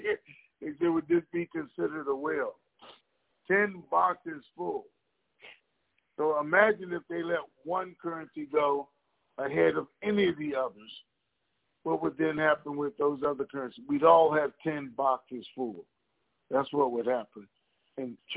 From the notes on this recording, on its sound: TNTSuperfantastic Conference Call